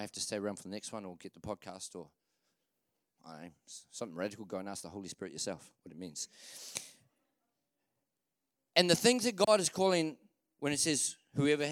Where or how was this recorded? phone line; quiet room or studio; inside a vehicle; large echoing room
large echoing room